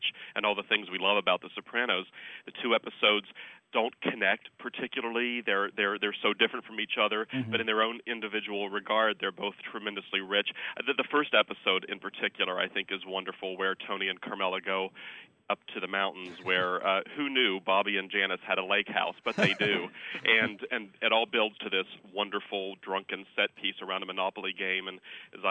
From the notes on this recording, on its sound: I talked by phone